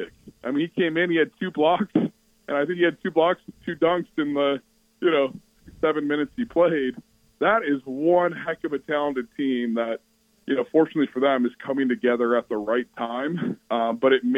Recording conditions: phone line